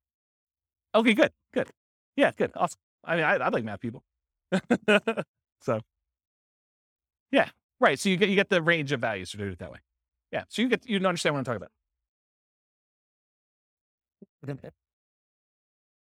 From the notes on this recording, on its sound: This was a live class recorded